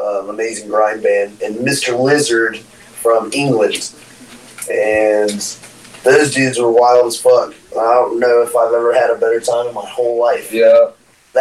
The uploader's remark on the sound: Sorry for the audio issues!